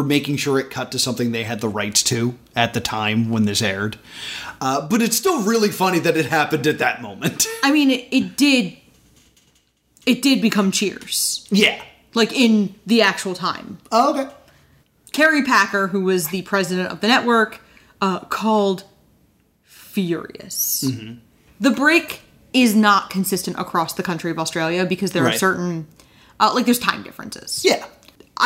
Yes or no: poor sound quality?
no